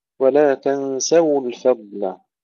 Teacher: ضم الواو في كلمة تنسوا ونحذر أن نكسرها